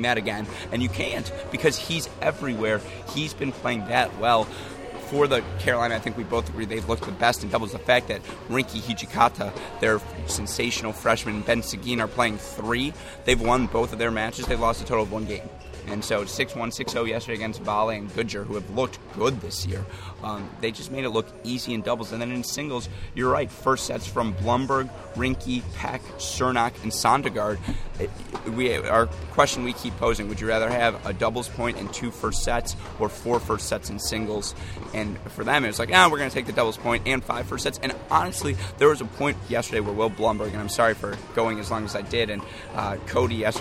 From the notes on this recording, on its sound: come to you live from Wisconsin's Nielsen Tennis Stadium